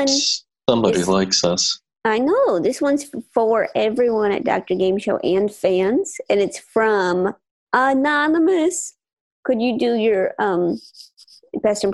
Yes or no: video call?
yes